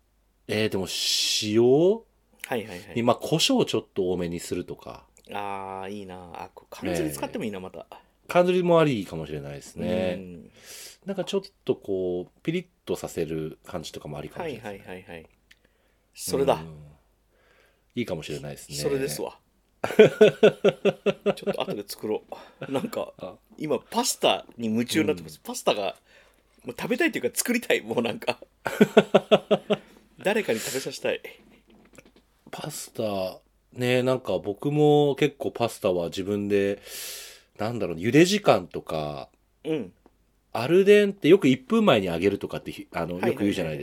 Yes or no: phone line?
no